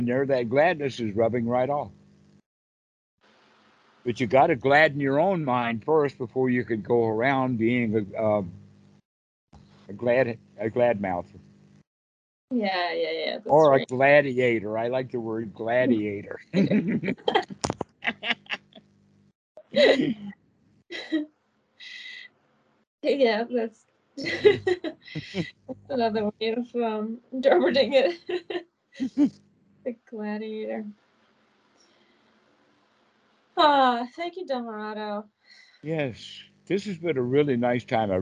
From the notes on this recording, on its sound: skype calls on this channel